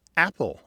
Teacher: The beginning of the word apple, for many people, is a glottal stop.